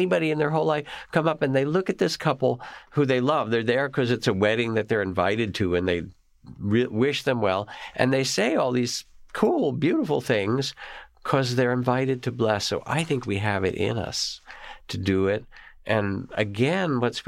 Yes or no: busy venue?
no